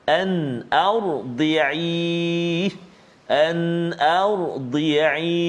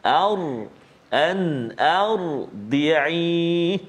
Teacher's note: Contohnya dalam halaman yang kita baca hari ini, halaman 386 ayat yang ketujuh antaranya pada kalimah an ardi'i Al ardi'i jadi kita kena tebalkan bacaan uh, bunyi pada huruf ra ra sukun · Term: tafkhim yakni tebal